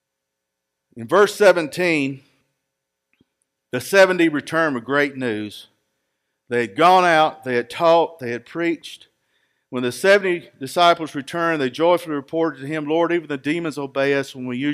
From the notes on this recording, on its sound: Recorded live at Freedom Fellowship Church in Tontitown, Arkansas on Sunday, May 16, 2021.